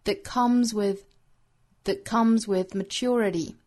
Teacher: that 后面的 t 的音也是做失去爆破